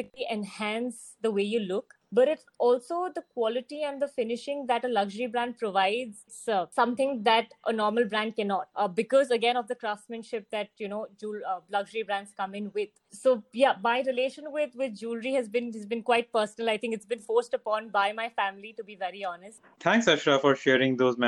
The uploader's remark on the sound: This virtual panel discussion